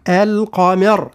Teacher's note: تفخيم القاف وترقيق الميم وتفخيم الراء